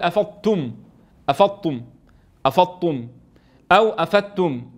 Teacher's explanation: إما أن يرقق الضاد أو أن يفخم التاء فيقع في خلل